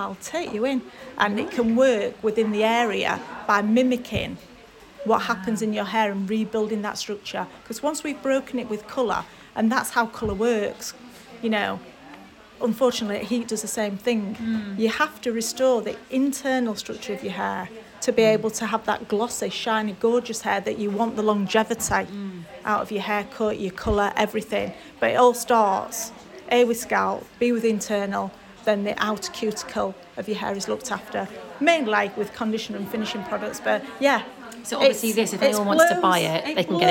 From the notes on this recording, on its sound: we are live from Hair Union in Sheffield